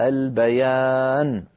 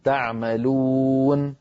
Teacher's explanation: نحو البيان، هذه موجودة في قوله تعالى علمه البيان، خلق الإنسان علمه البيان. لكن إن وقفنا فتحة النون تزول ويصير بدلا منها سكون